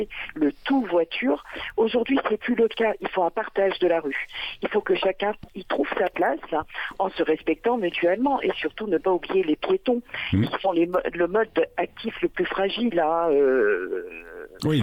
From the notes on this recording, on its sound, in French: En plateau En studio. Et au téléphone.